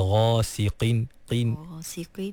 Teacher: walaupun qaf tu baris bawah, dia duduk di martabat tafkhim yang paling rendah, tapi tak bermakna qaf tu menjadi nipis, ha, sampai bertukar menjadi kaf, ha. · Term: huruf qaf